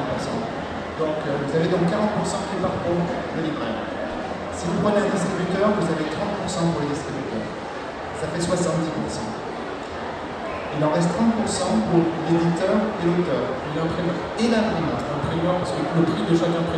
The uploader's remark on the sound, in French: Premier enregistrement effectué lors de l’édition 2019 du TGS. TGS 2019 : Conférence. Premier enregistrement effectué lors de l’édition 2019 du TGS , il s'agit de la conférence sur la création et l’édition d'une bande dessinée.